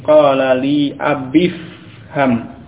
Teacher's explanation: Ya, kalau dibaca dengan sukun tadi qala li abi ifham, kemudian dibaca bersambung menjadi qala li abifham. Jadi dari ba yang kasrah langsung ke fa yang sukun, abifham. Tetapi kalau dhamir ya mutakallim itu dibaca dengan fathah, maka ya dibaca dengan fathah dulu baru kemudian ke huruf fa pada ifham.